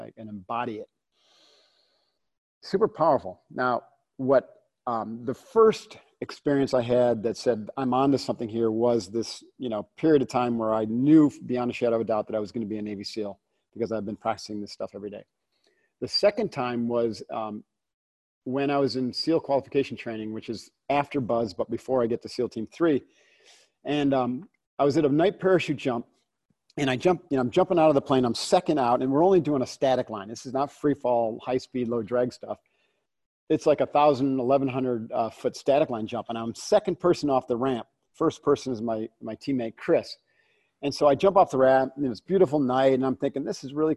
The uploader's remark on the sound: From our Live Zoom chat